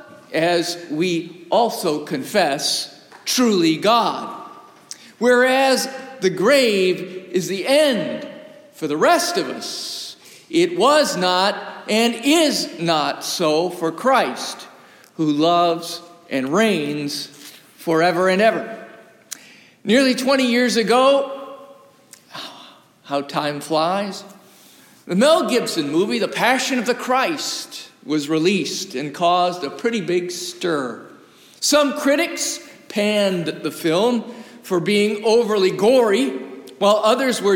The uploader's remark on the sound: Recorded live from the historic, 317-year-old sanctuary of (Old) Rehoboth, the "Birthplace of American Presbyterianism".